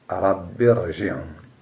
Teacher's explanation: الكسر هنا عارض قبل الراء ولذلك لا يؤثر فيها فلا ترقق